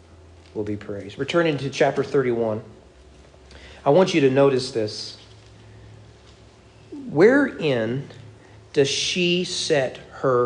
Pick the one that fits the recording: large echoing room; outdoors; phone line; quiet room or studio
large echoing room